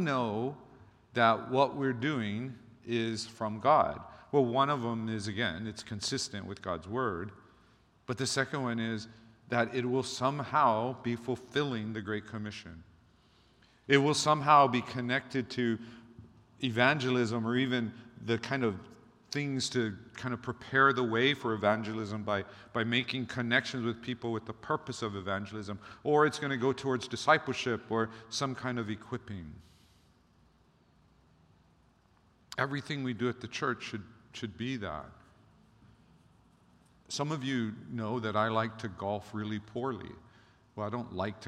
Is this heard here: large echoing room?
yes